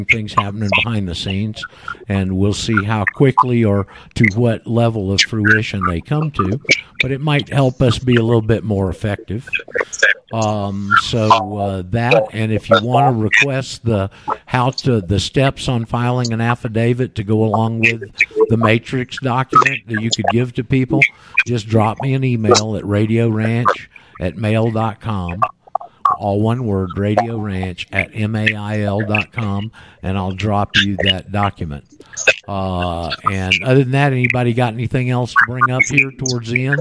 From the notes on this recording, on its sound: called in to tell us about his personal situation in South Florida